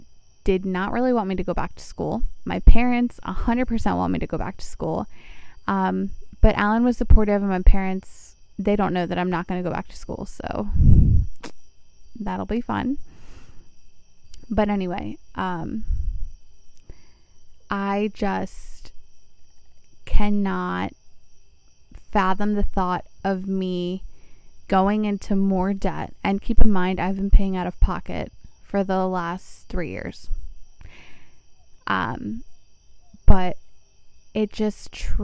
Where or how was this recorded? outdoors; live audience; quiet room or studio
outdoors